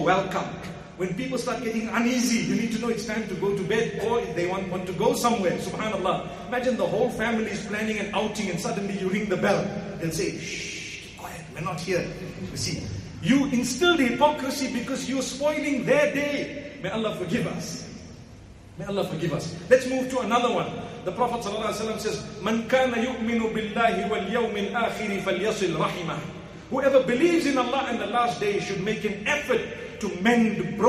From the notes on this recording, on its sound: Jumuah Lecture 1 Nov 2019 Masjid Al Falaah Harare, Zimbabwe